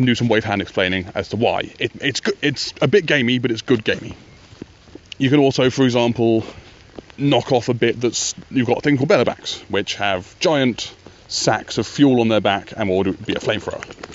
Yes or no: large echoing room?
no